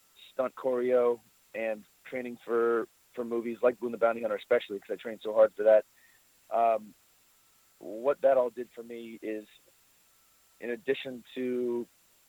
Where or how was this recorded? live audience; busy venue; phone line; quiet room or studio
phone line